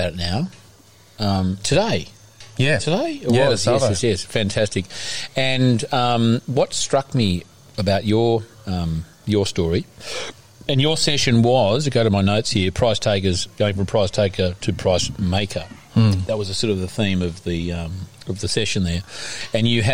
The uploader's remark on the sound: Short interviews. Recorded at the Regionality 'Farm 2 Plate Exchange.